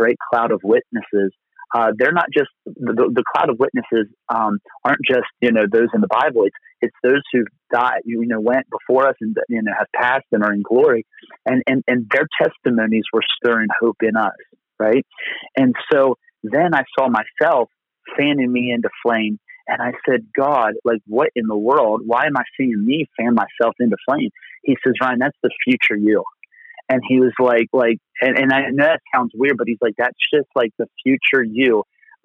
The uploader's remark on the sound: Location: Phone. Location: Phone.